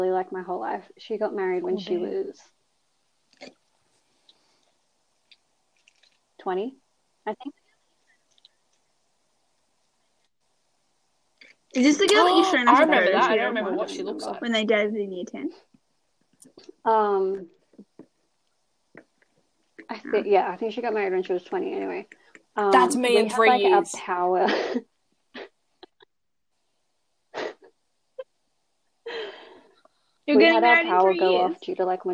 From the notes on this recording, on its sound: the internet was bad while recording